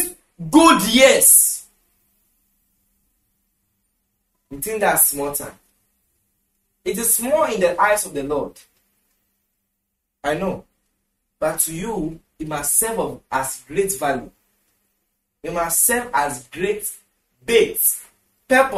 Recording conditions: large echoing room